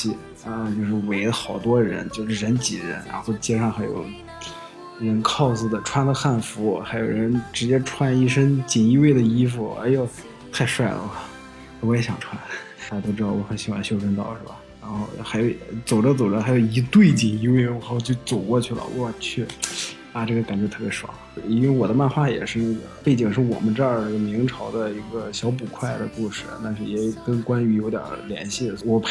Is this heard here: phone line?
no